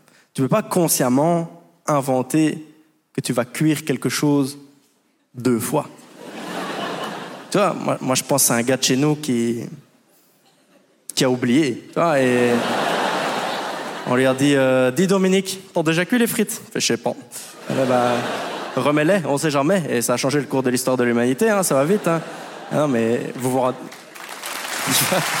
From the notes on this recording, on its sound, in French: Montreux Comedy Festival 2023. Il expose le génie belge sur la scène du Montreux Comedy Festival.